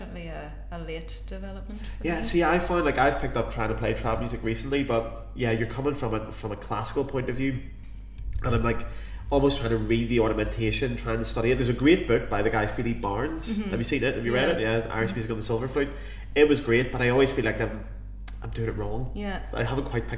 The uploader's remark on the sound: In another episode recorded in Belfast's Sunflower Public House.